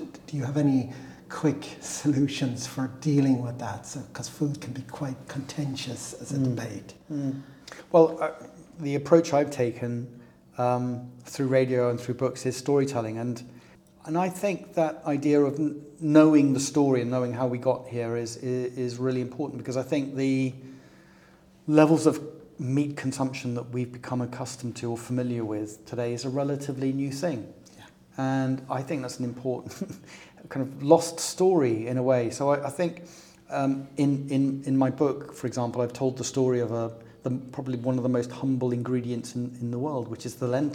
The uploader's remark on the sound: This episode was recorded at IMMA during the Earth Rising Festival 2023